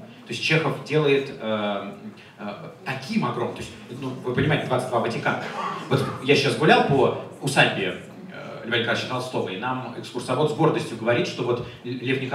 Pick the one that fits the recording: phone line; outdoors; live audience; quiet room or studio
live audience